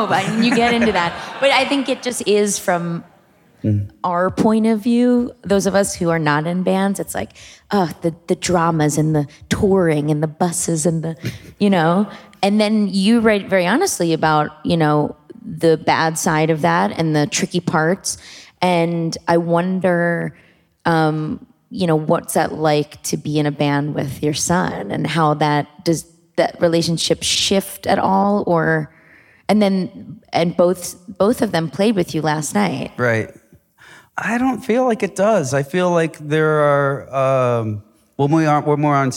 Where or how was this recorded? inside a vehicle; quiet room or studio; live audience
live audience